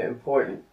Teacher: v angličtině se dává důraz na druhou slabiku